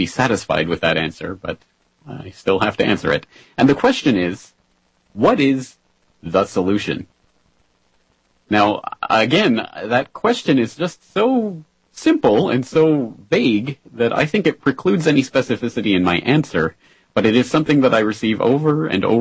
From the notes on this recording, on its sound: we take your calls with wide-open phone lines